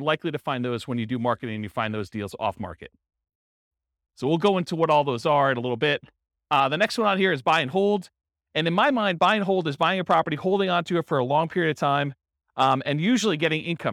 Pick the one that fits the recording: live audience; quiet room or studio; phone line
live audience